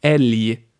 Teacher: So the moose is written ä-l-g, älg. But it's pronounced with a y at the end and not g. So it's not elg.